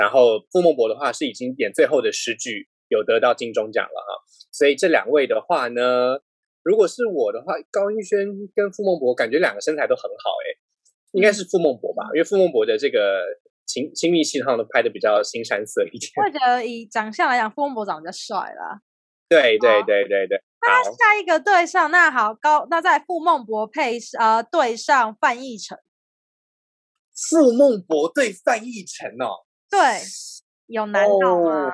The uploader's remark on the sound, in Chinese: 本集採遠距錄音，因網路問題，時有斷訊、音訊不良或是雜音狀況產生